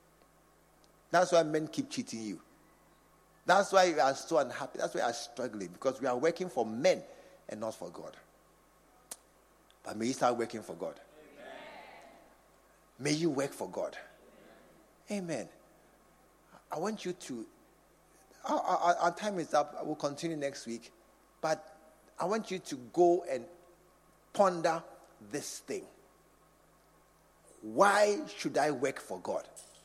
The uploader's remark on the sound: Preached at the True Vine Cathedral